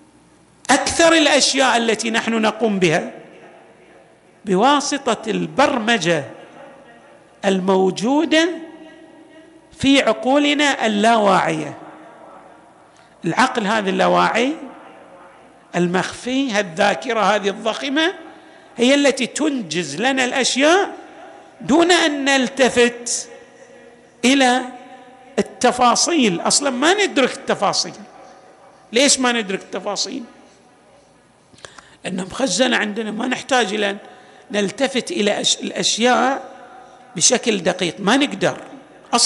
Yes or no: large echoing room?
yes